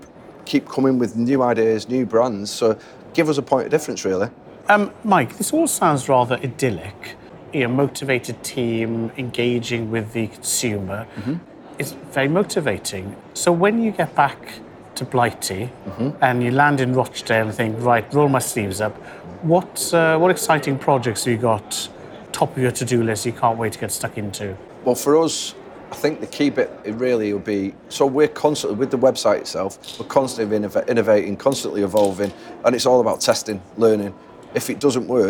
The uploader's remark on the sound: Recorded at NRF 2023 in New York. In our second run-and-record session from NRF 2023 in New York in January 2023.